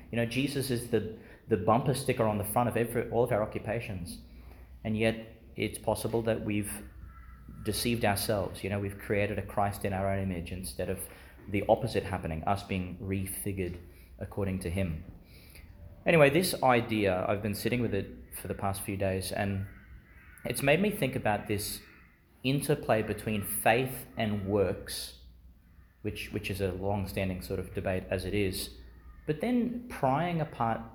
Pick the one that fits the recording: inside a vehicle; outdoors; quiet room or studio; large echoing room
large echoing room